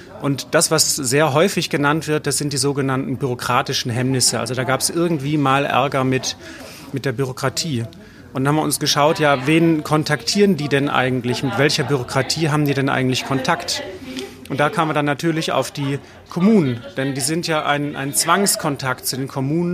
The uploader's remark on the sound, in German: Wir waren live dabei beim Pitch der Kommunen im Rahmen des Landeswettbewerbs für gründungsfreundliche Kommunen. Wir horchen rein in eine kleine Auswahl von Pitches und hören uns an, wie Vertreterinnen und Vertreter auf kommunaler Ebene live vor der Jury pitchen.